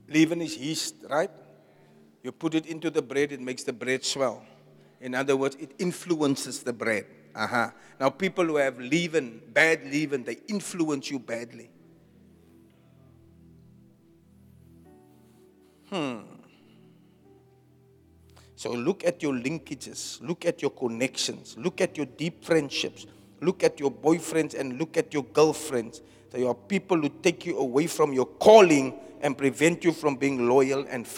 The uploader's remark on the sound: Preached at Zion Sanctuary, Cape Town